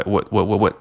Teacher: 这个 would，这个 d 会被省略。那其次呢，它的速度会被读得非常地快 · Term: 弱化